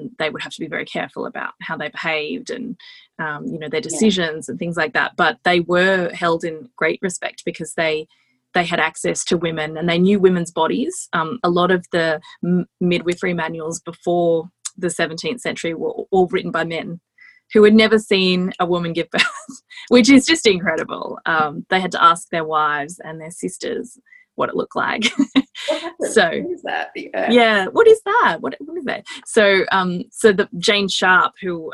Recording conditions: video call